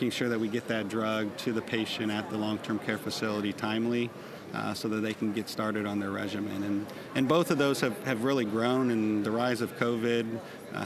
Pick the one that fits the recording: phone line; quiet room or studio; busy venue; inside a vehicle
busy venue